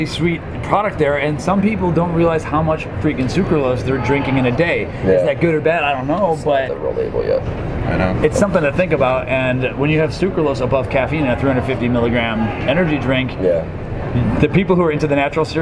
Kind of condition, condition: setting, busy venue